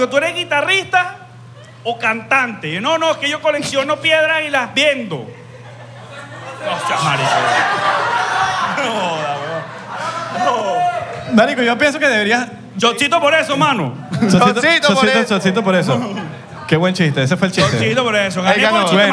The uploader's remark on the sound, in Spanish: En vivo con público.